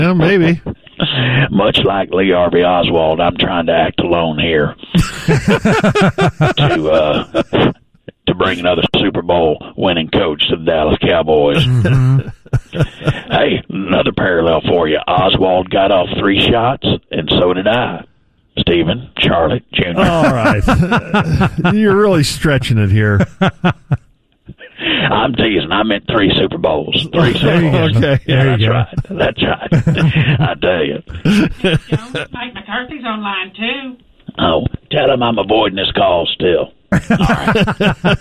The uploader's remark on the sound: calls in from the Bravo Eugenia on Lake Lewisville